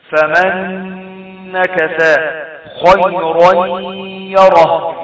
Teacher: ياء متحركة بعد تنوين يحصل إضغام في كلمتين يحصل إضغام بغنة